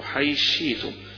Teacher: هنا الثاء والشين قريبين من بعض في المخارج، فيجي إدغام يسمونه الإدغام الكبير، الإدغام الكبير اللي فيه بيتحذف حرف ويتحط مكانه الحرف الذي يليه.